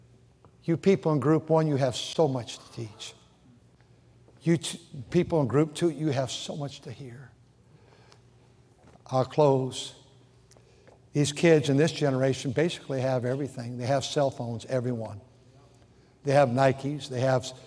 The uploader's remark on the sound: during the Sunday Morning service on September 10, 2023, at North Valley Baptist Church in Santa Clara, California